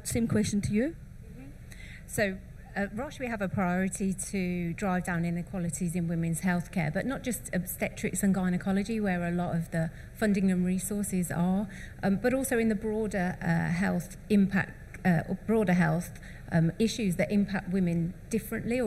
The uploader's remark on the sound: At the Med-Tech Innovation Expo during the Med-Tech Innovation Conference